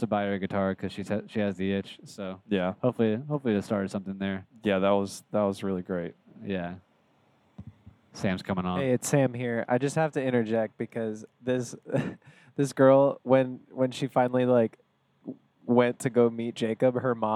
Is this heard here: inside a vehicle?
yes